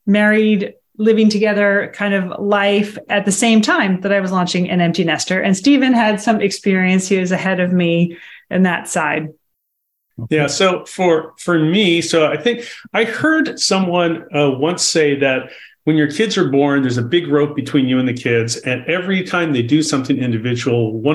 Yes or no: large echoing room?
no